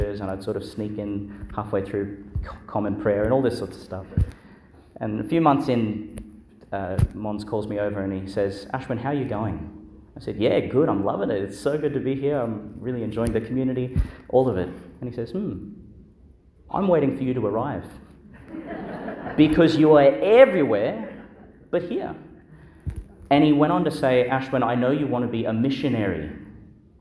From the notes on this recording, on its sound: delivered in Our Lady to Star of the Sea, Qld.